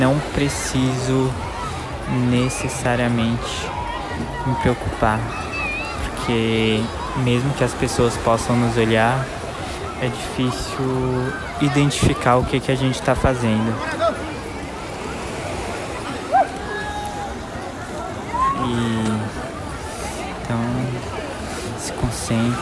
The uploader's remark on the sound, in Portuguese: No alto de uma pedra, daquelas que o pessoal vai para tirarem fotos. E foi gravado justamente em uma pedra dessas!